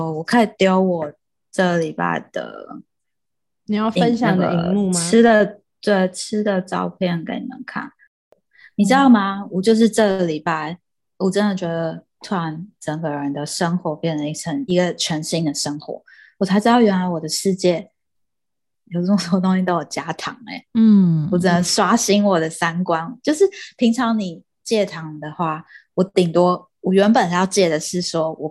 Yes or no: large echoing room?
no